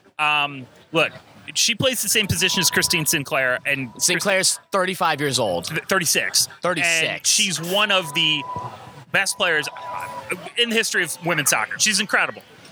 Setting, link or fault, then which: setting, busy venue